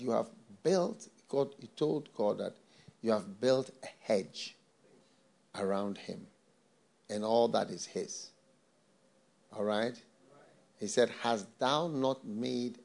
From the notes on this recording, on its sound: message preached at the FLOW Church